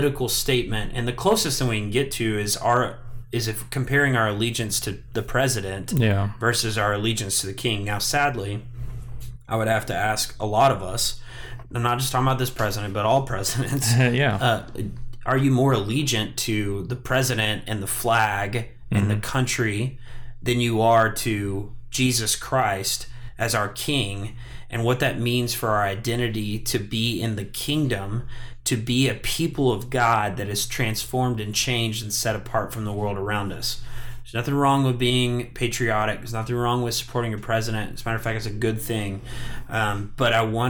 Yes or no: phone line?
no